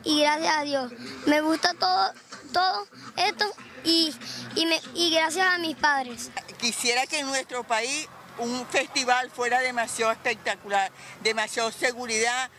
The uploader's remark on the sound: ON THE STREET. FESTIVIDAD DE LA INDEPENDENCIA DE VENEZUELA 2013.